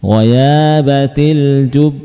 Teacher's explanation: Yaitu ba yang terakhir. Ba yang pertama hanya sukun saja, dan sukunnya tidak muncul kol-kolah karena sudah mengalami idgham pada ba yang kedua